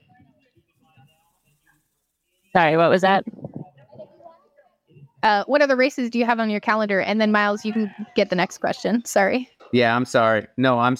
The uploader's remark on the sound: Post race interviews straight from the live coverage. Talk to some of the top Pros of the day in Savage Ohio 2023.